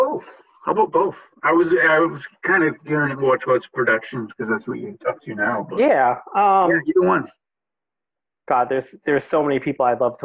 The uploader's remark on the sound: We talked via Zoom